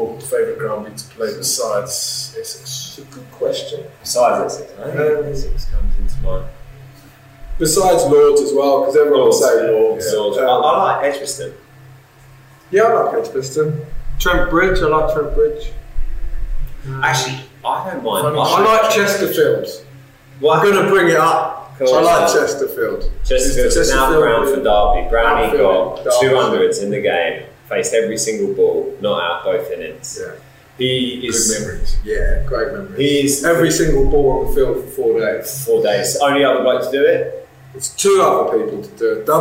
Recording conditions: poor sound quality